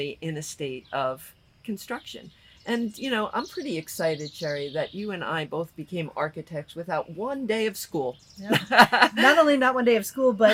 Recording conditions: outdoors